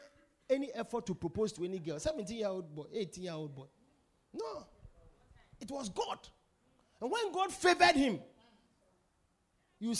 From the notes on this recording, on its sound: Preached at The Supernatural Encounter Service.